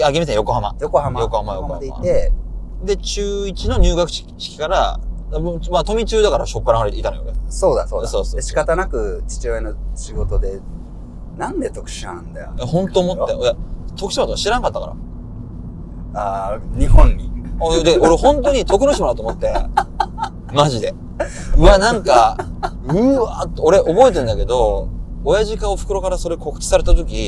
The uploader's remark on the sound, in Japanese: Enjoy Drive!・台場〜青山〜渋谷・。今週は羽田からお台場、南青山を経由して渋谷へと向かう車内での収録をお届け！その根幹を車内の揺れで誤魔化しながらの、番外編としてお楽しみください。